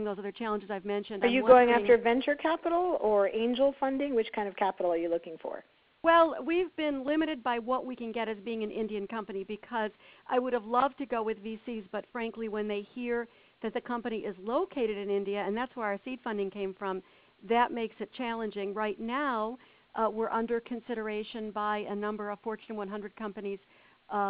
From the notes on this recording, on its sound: On our conference call